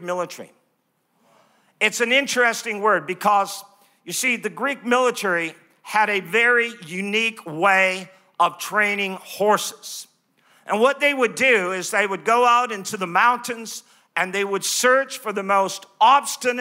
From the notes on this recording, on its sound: Live from Neuma Church in Melbourne, Australia.